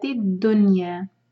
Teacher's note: نون کو کلیئر پڑھیں گے یہاں اظہار ہے